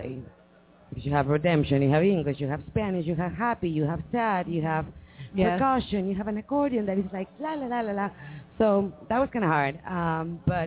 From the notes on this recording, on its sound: LIVE from the Ice House on Thomas Rd.